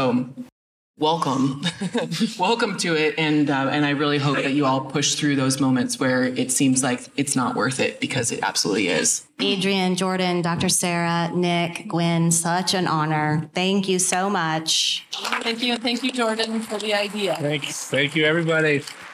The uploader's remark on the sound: Recorded LIVE at the 2022 Mountain Works Conference .